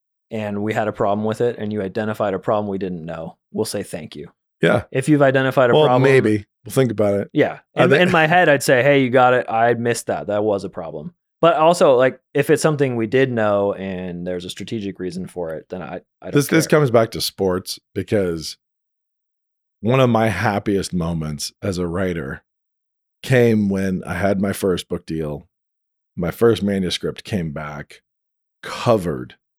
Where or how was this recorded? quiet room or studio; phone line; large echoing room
quiet room or studio